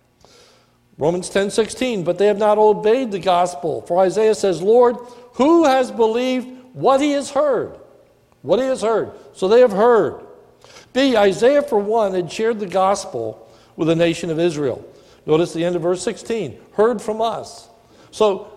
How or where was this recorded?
large echoing room